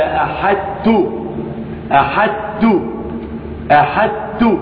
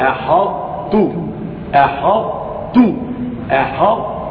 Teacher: هذه صفة الطاء باستعلاء ثم بعدها التاء مشددة، لان الطاء دخلت فيها وتركت الصفة وهي الاطباق، تركت صفة الاطباق اقوى الصفات الاطباق. لم تستطع التاء ان تبتلع صفة الاطباق لانها قوية عليها · Shown in: second take · Term: ادغام ناقص